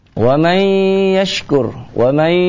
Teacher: wa may, ya, dengan idgham bi gunnah